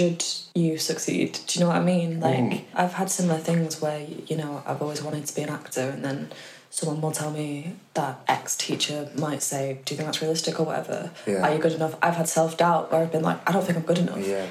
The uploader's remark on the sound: This podcast episode was recorded using an iPhone, so unfortunately the audio quality is not as high fidelity as other episodes.